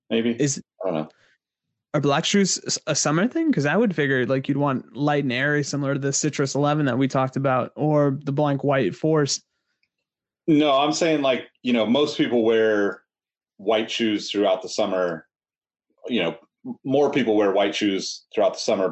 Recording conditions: video call